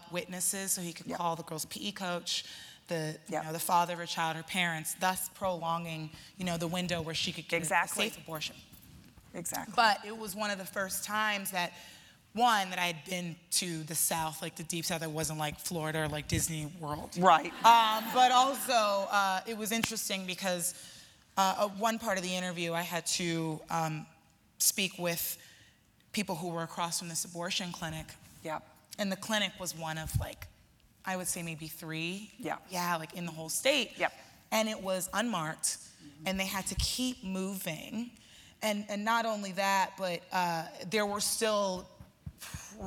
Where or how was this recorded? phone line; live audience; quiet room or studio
live audience